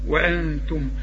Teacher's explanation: النون اخفيها ما تستعملش فيها لسانك